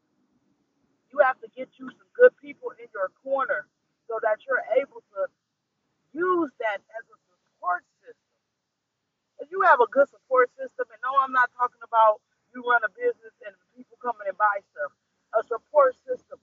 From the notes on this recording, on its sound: Excuse the mic this morning